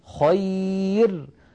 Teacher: هذه الراء مرققة لأن قبلها ياء ساكنة